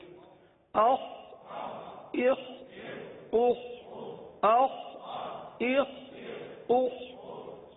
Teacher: اب یہ بھی حلق سے ادا ہونے والا حرف ہے اور حلق کے اوپر والے حصے سے ادا ہوتا ہے لہذا خ کو حلق سے ادا کریں گے اور یہ حرف پر ادا ہوتا ہے